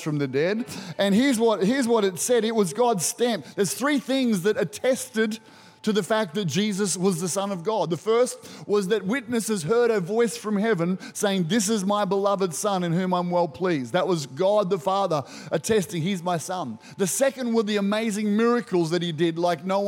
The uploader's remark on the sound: Recorded during our 9am service on Easter Sunday, the 7th of April 2023